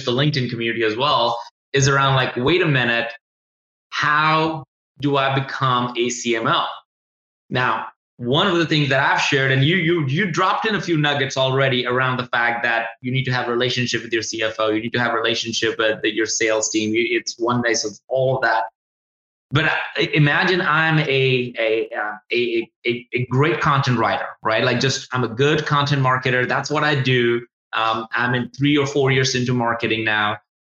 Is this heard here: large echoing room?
no